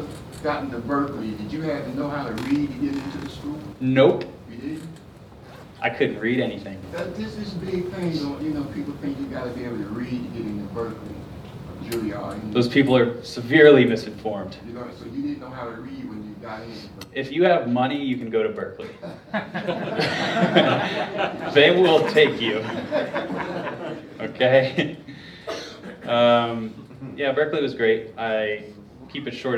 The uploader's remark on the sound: Highlights from the Q&amp;A segments of a recent guitar clinic I did at Musician's Workshop in Asheville, NC. Live Guitar Clinic Q&A.